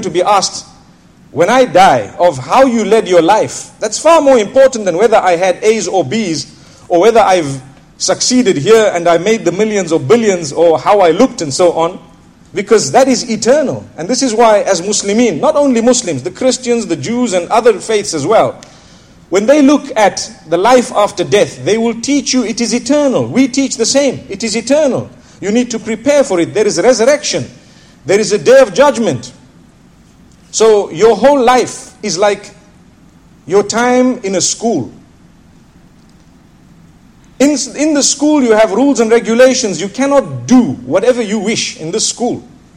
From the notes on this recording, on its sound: School Lecture at Bolton, Lancashire, UK